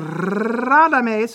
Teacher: with lots of rolled R at the beginning of an Italian word